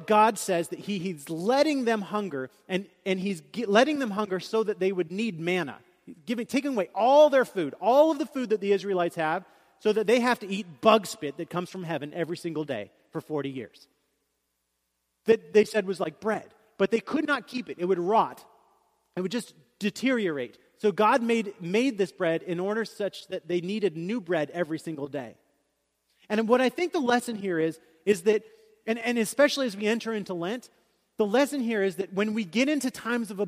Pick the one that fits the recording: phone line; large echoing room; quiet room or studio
large echoing room